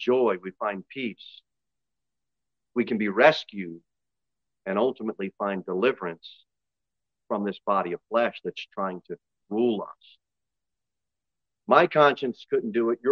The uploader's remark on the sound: Sermon delivered at Pilgrim Baptist Church on Sunday, February 19, 2023, at 11:15 am. Jere Whitson Rd.